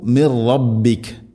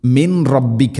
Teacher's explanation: സാക്കിന നൂന് ശേഷം റാ വരുമ്പോൾ നൂനിനെ റായിലേക്ക് ഇദ്ഗാം ചെയ്യണം, മണിക്കാതെ കൂട്ടിലയിപ്പിക്കണം · Shown in: first take